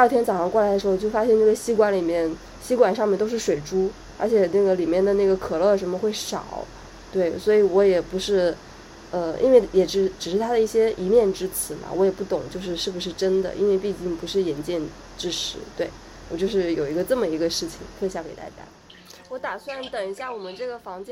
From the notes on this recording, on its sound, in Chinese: 但因为Clubhouse的平台功能限制。还有本次录音，由于是线上录音，且是随心而起，所以音质非常差劲，还不实有敲键盘的声音，。